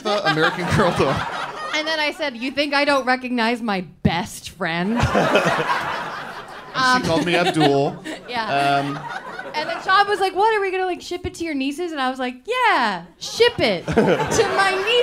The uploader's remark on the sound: L.A. Live Show (7:30pm show)